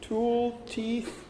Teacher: with teeth and tool we do have an aspirated t